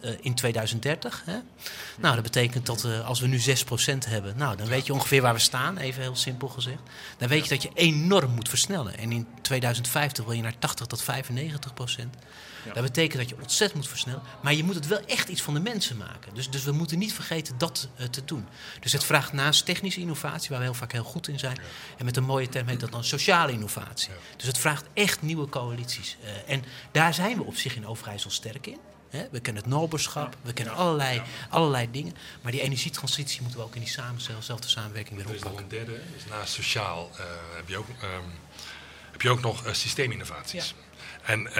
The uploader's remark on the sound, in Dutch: probeerden het antwoord te vinden op het Kennisfestival in Deventer